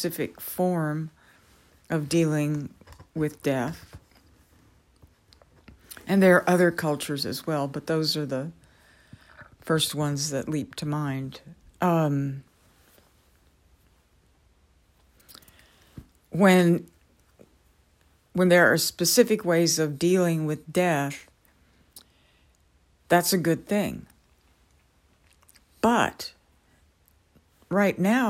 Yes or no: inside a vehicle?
no